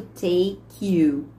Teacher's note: Ó, take, o último som é do K, take. Então, a gente não tem o som do E, a gente vai unir o take you